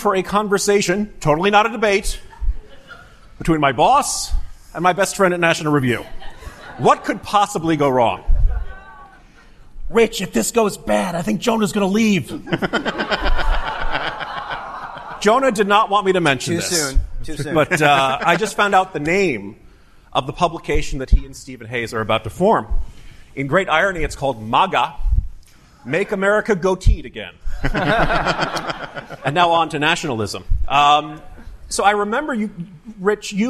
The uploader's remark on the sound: The latest episode of The Remnant is actually audio of a conversation. At the 2019 National Review Ideas Summit.